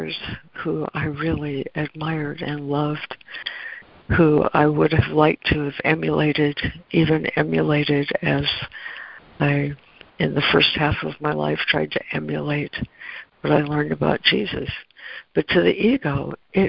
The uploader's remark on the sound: ACIM Daily Conference Call